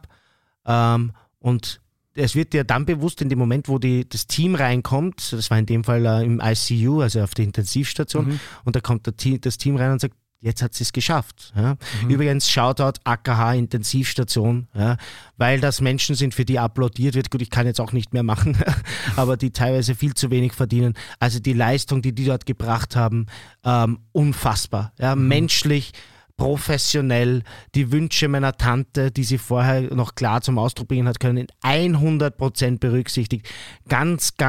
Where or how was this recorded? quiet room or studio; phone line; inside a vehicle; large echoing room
quiet room or studio